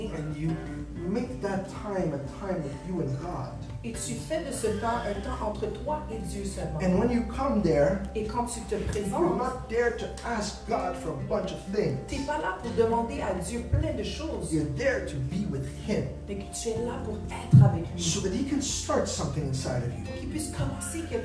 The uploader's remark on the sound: Sunday morning live at the Hub